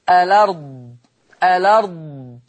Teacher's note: طب لما يعمل نقل هشيل الهمزة وحط الحركة بتاعتها على اللام فتبقى لام مفتوحة · Term: النقل